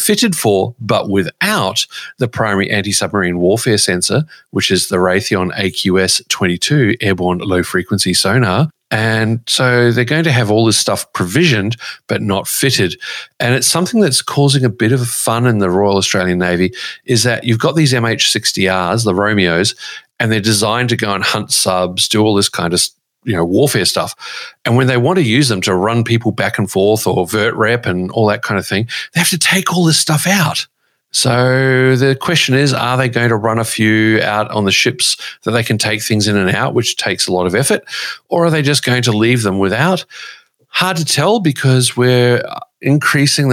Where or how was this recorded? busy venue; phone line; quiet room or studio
quiet room or studio